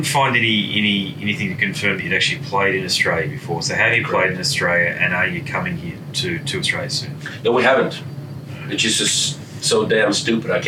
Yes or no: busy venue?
yes